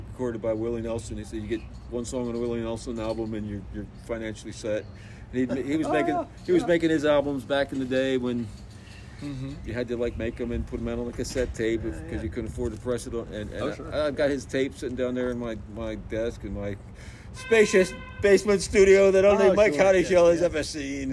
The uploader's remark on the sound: we are outside again with the church bells, traffic